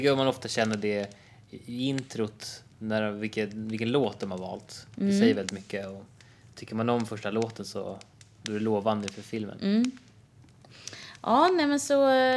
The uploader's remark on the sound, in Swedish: Brasan knastrar i bakgrunden